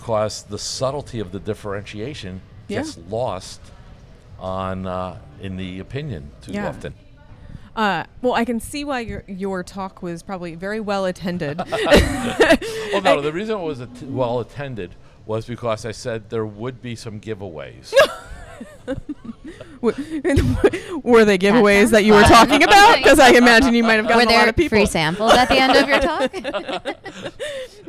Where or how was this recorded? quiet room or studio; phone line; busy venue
busy venue